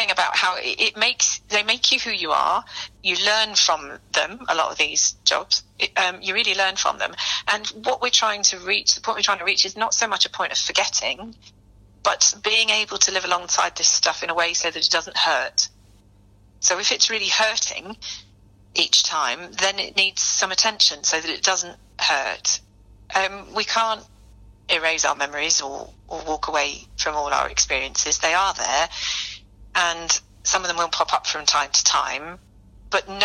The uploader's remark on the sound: sat down with her on the phone